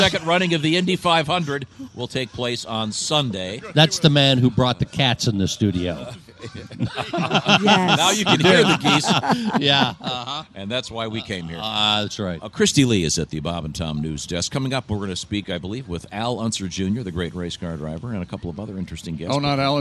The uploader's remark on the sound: we are live from the Indianapolis Motor Speedway